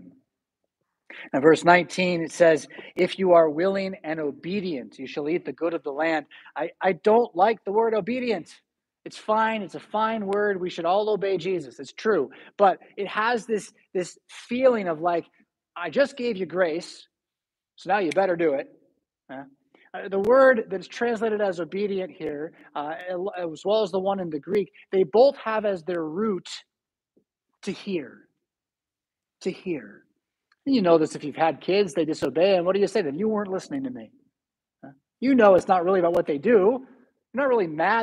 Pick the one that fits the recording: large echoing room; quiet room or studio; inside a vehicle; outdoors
large echoing room